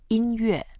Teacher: 乐 is the fourth tone.